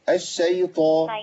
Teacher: ما قلتش الشيطة، الطاء عندي مفخمة